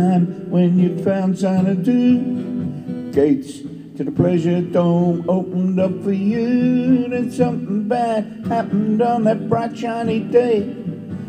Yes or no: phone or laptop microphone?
yes